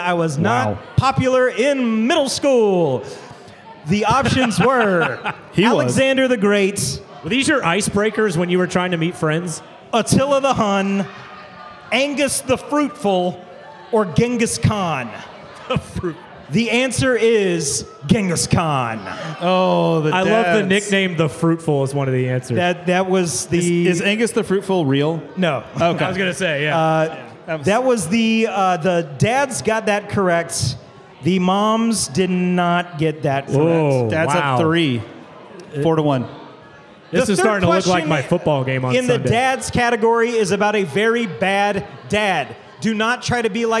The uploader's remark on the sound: LIVE FROM FIDDLIN' FISH. Listen back to our first ever live show! Hear from the various run clubs that hang out at the brewery through the week.